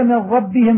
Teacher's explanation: وإذا قلت من ربهم فأدغمت صار مخرج النون من مخرج الراء لا غير، لأنك أبدلت منها في حال الإدغام راء